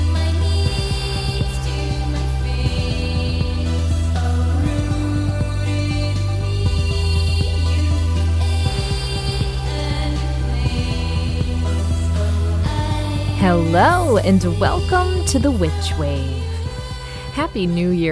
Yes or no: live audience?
no